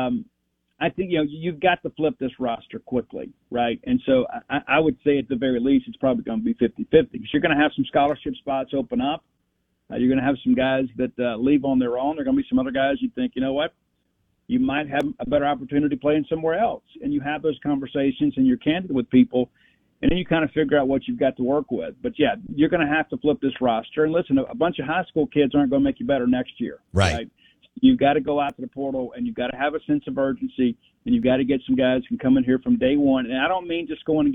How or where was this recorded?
phone line